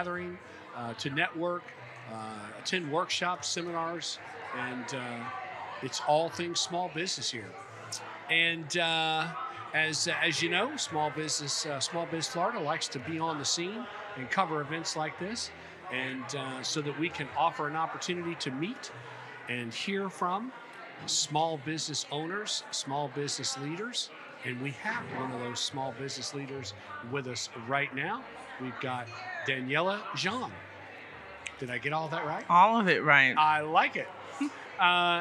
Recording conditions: busy venue